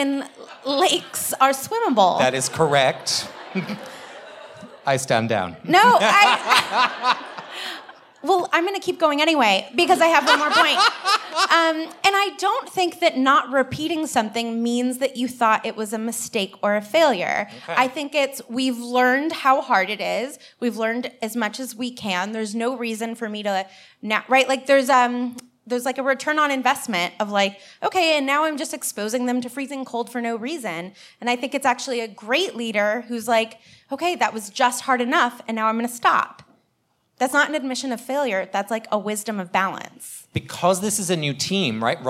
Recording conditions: live audience